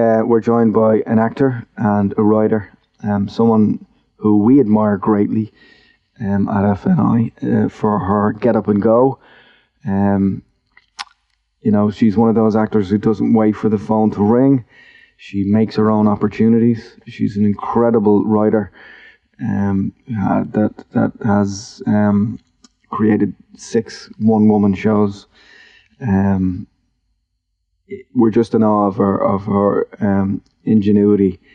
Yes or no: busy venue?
no